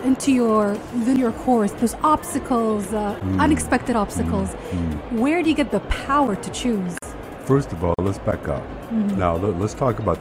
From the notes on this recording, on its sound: Pulse 95 Live at SIBF. In the UAE.